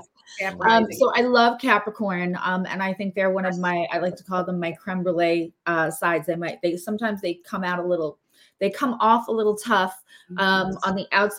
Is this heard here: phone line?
no